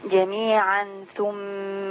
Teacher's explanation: تنوين بعد الثاء يبقى عندي إخفاء